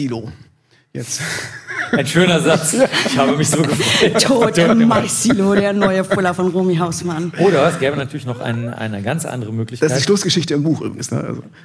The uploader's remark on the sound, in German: Im Kriminaltheater Berlin getroffen. Vor Publikum.